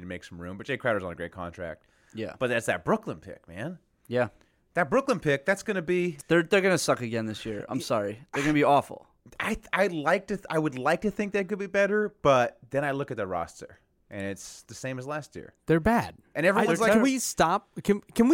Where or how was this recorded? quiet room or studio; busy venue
quiet room or studio